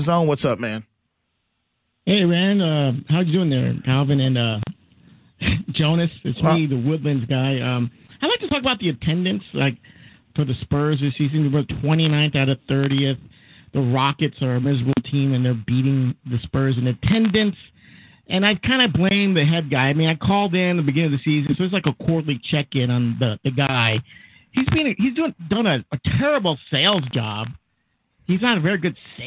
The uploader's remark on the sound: Throughout the hour, we take listener phone calls.